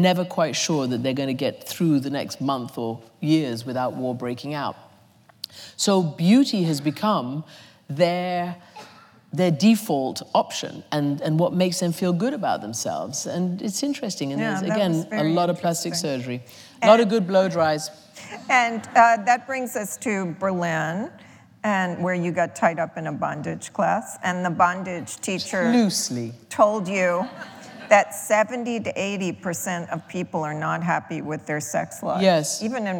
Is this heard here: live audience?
yes